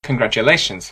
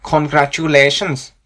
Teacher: The Welsh accent has been described as being musical. You can hear that words are stressed evenly. · Shown in: second take · So instead of saying congratulations, we say congratulations.